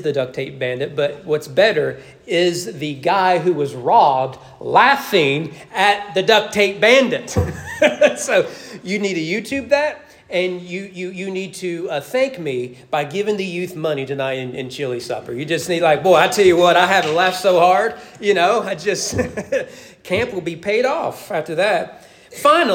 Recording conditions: large echoing room